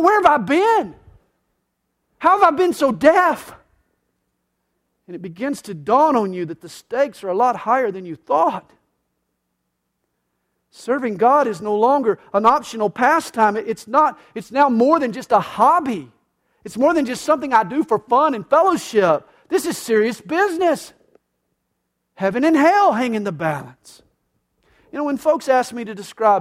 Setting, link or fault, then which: setting, large echoing room